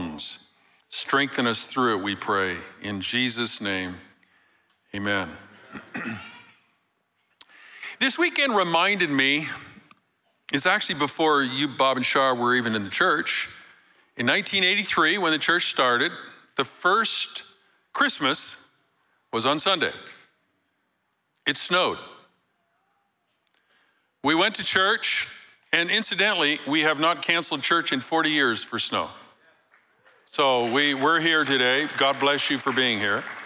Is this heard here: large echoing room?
yes